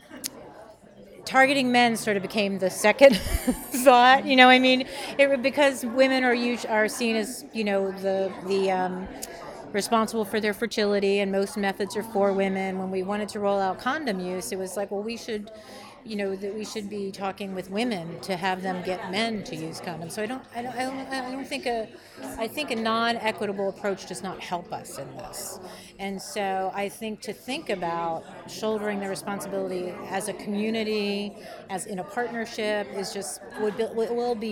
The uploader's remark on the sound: Interviews from the Women deliver conference in Copenhagen